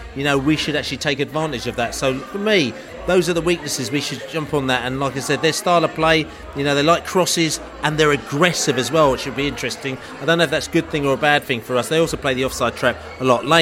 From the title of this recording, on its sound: Barnsley pre-match podcast from the pub